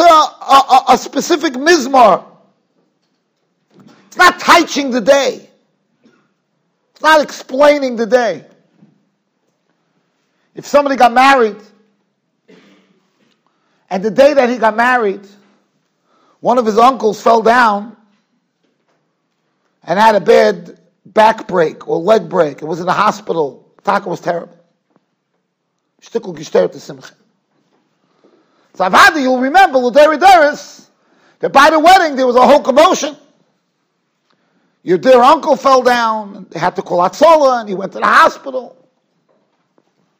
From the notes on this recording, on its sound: Shiur recorded in Yeshivas Ohr Reuven, Monsey NY.